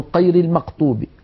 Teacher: من الأخطاء التي توجد في نطقنا لحرف الغين، بعض المناطق في الجزيرة العربية وخاصة في شرق الجزيرة العربية يخلطون صوت الغين بصوت القاف